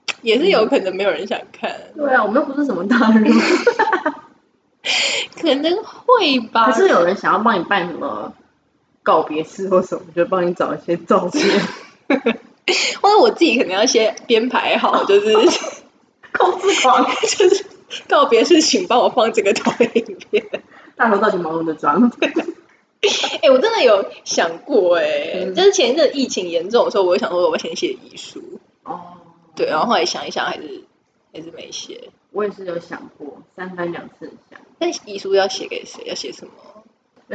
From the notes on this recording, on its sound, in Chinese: 啊不知道是因為太久沒見面錄音所以設定有問題，還是一些冥冥中的因素(?)，錄完要剪的時候才發現音質超爆差。